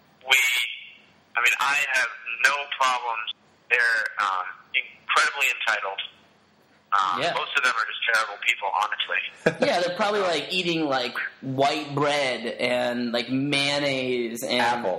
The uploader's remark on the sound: Live from House 1083 in the village. Over the phone.